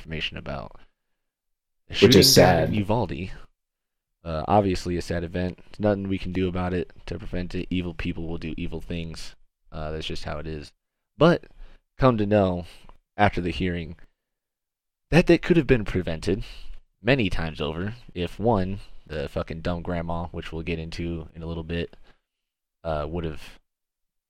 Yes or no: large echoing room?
no